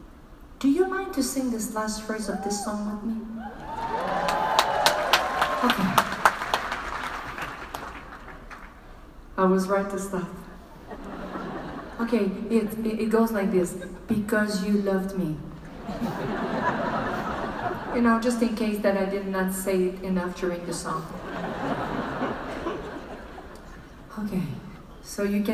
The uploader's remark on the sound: Live in Las Vegas - 20th September 2017 - Full Show Audio. Full live concert audio! Recorded the whole show for you.